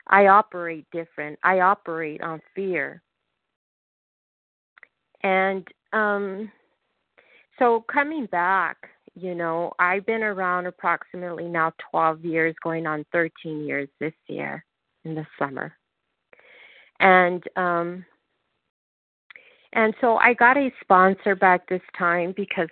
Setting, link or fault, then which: link, phone line